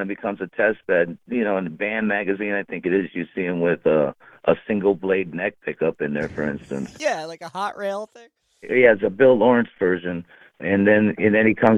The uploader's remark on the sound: on a rare phone call with me